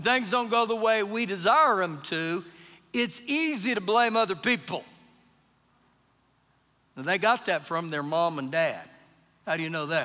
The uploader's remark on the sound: Recorded live during our Wednesday night service.